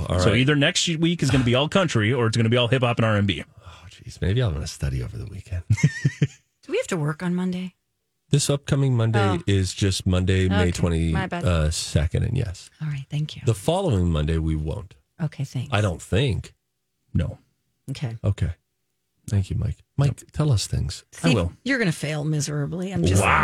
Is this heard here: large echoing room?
no